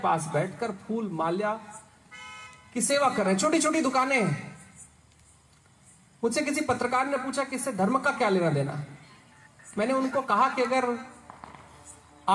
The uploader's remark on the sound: Over fifty people joined him as he headed out to discover the river's spectacular magnificence. While walking the 3000 kilometres of the Narmada Parikrama, from the biggest towns to the smallest villages.